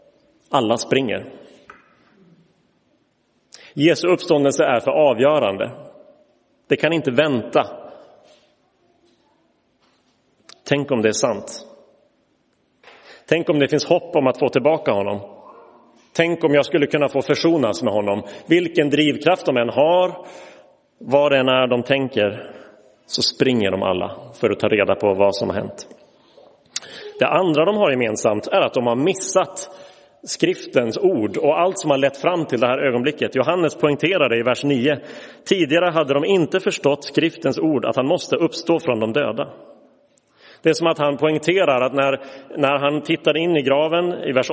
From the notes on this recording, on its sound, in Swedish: Inspelad i Roseniuskyrkan den 9 april 2023.